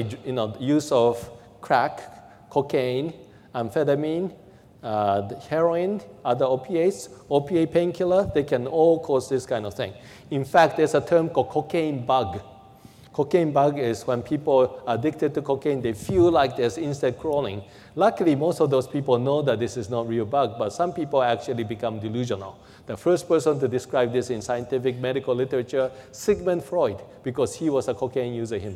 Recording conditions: large echoing room